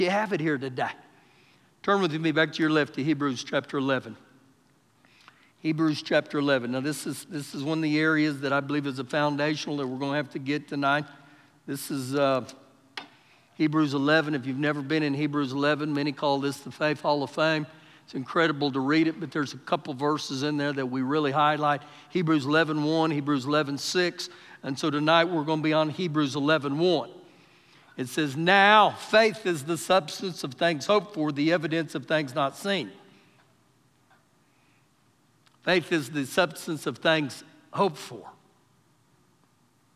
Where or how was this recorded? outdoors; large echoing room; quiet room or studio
large echoing room